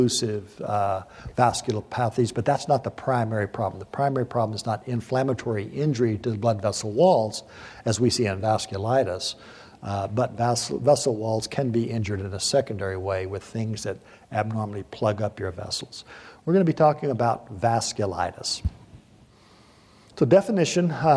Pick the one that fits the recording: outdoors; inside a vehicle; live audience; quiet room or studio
live audience